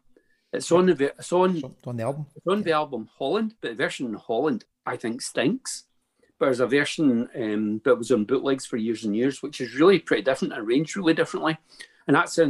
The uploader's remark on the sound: Spent the best part of 3 hours in our company one Zoom night a couple of months ago. The kazoo made a number of guest appearances.